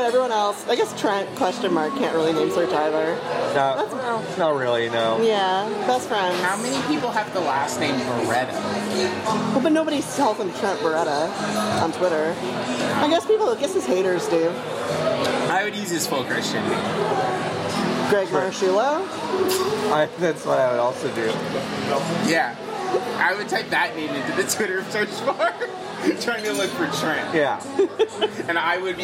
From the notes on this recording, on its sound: recorded an episode inside the Cheesecake Factory at The Grove in Los Angeles, California